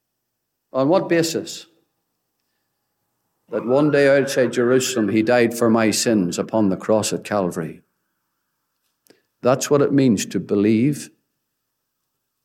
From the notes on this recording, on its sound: Gospel Audio Recording from Ballyclare Gospel Hall